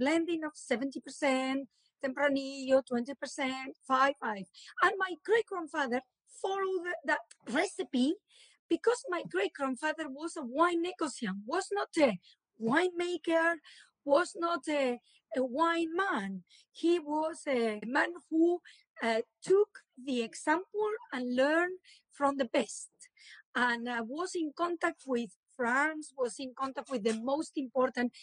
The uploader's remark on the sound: recorded on instalive during the pandemic